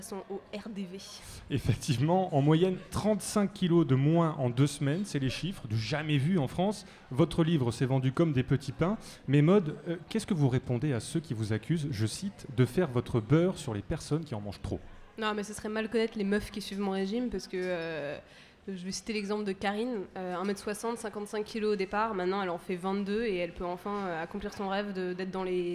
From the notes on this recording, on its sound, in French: La rédaction était présente à la Gaîté Lyrique le 20 octobre pour un enregistrement inédit à l'occasion du Paris Podcast Festival. Une réalisation live.